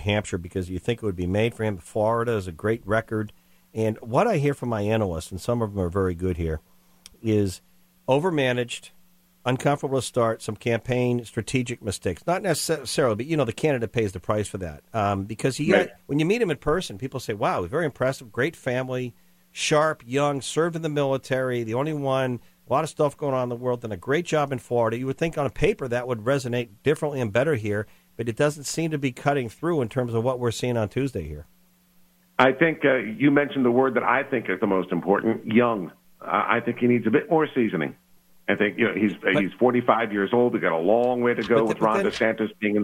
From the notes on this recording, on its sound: Called.